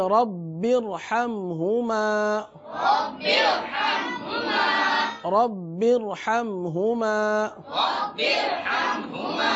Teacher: شروع میں جو را ہے یہ بھی پور پڑا جا رہا ہے کیونکہ را پر زبر ہے